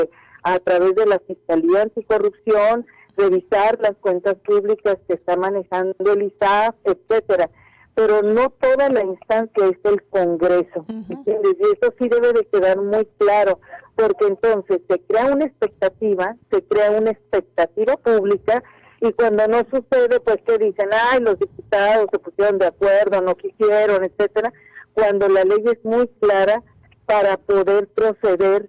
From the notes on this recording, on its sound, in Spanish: Entrevista telefónica Oreja 102.5 FM. Cajeme.